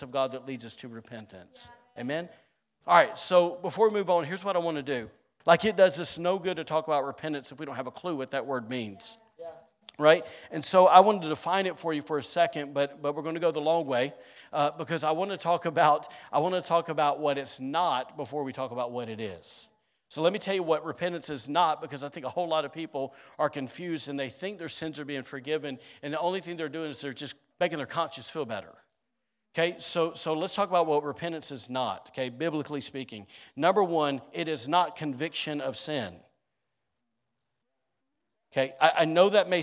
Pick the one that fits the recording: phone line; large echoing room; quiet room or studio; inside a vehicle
large echoing room